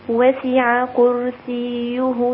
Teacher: سين رقيقة جدا مع كسر السين دون الإطالة في الكسر حتى لا يتولد ياء أو شبه ياء